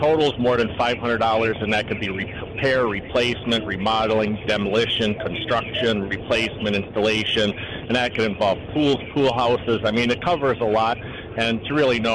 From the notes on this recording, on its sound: call into "The … Show"